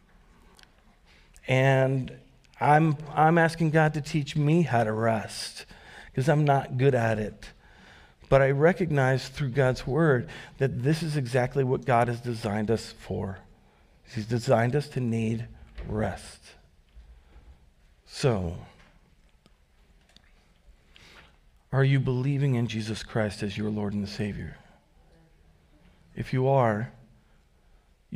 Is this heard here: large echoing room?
yes